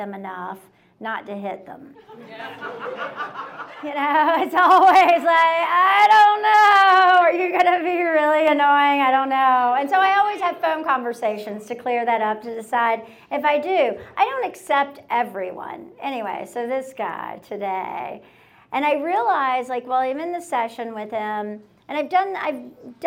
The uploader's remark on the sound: A single story from the previous evening's live event. Goes south is a live storytelling event out of Charlotte, NC. This podcast combines audio recordings from these live events. Goes south live events take place on the 3rd Tuesday of the month at Petra's in Historic Plaza-Midwood, Charlotte, NC.